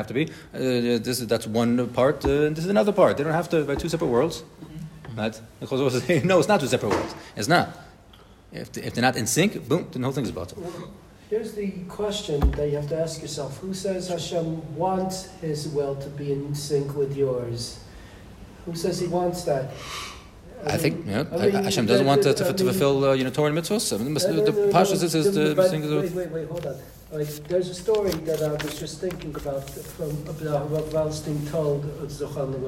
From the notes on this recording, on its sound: Bitachon Chabura in RBS for this live recording